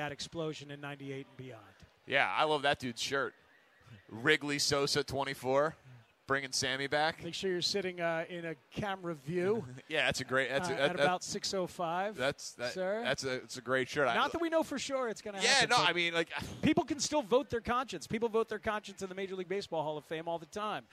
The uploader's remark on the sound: live at Cubs Convention